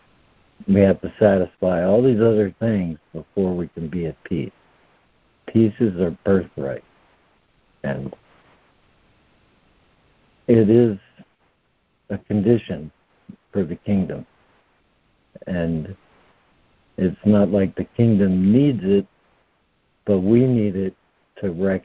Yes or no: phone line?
yes